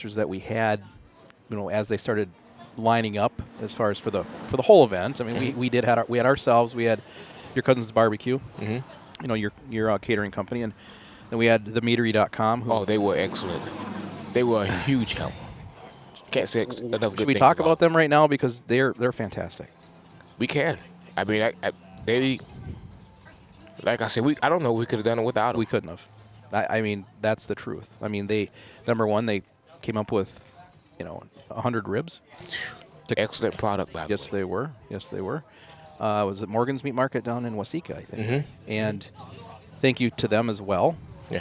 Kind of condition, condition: setting, busy venue